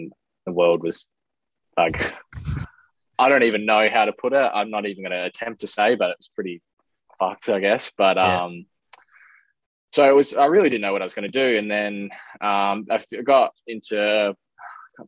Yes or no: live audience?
no